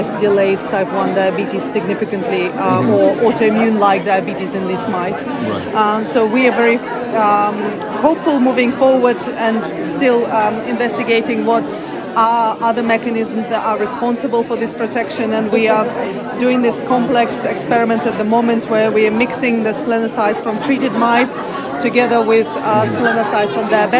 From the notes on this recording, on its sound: Check out “Heard on the Street” recorded during IDS Paris 2023.